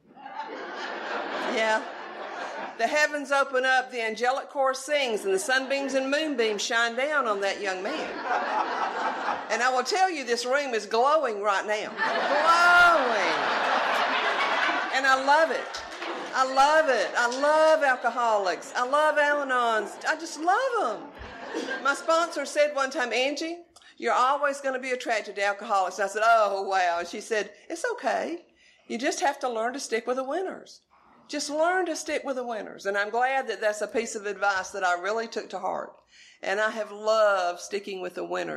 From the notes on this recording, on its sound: she is telling her story at the February 2020 Ocean Front Conference held in Virginia Beach Virginia